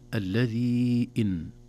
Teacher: المد في كلمة الذي، سبب المد هو الهمز في كلمة إن، إذن فالمد في كلمة وسببه في كلمة أخرى، هذا يسمى مد جائز منفصل، يسمونه منفصل لأن المد في كلمة والهمز في كلمة أخرى، بمعنى نستطيع أن نقف عليه ونفصله عن المد الذي.